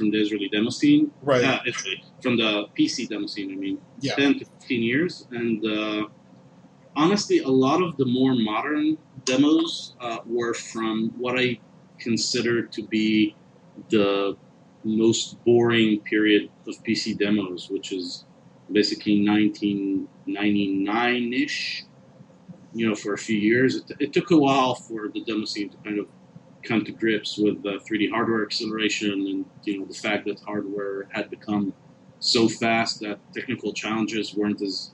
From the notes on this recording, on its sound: Apologies if the sound quality isn’t up to snuff